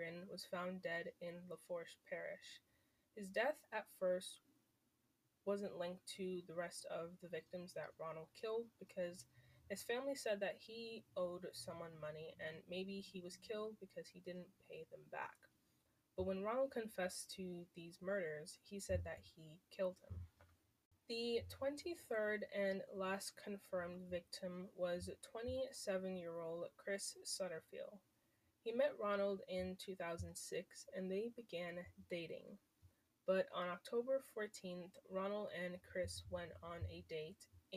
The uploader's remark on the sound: sorry for the audio